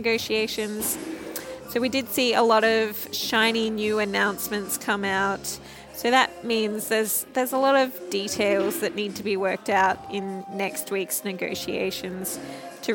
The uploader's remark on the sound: Climate Bites' from Week 1 of COP26. Prior guests to the show bring listeners updates live from the corridors of COP26 in Glasgow.